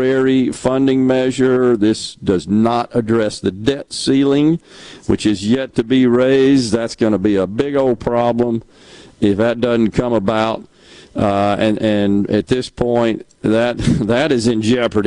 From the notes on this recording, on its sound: LIVE from The Sanderson Farms Championship!